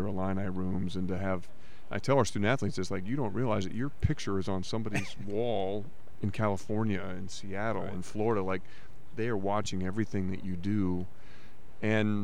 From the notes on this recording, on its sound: live from Big Ten Media Days